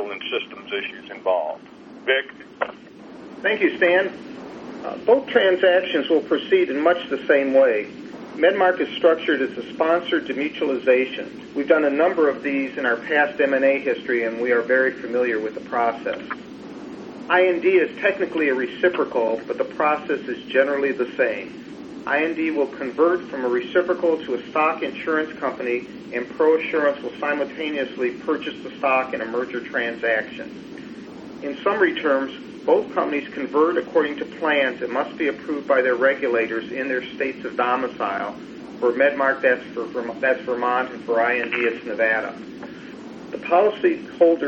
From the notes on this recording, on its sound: ProAssurance Conference Call